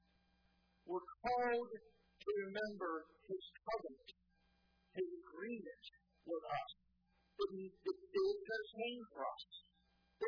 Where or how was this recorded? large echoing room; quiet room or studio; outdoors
large echoing room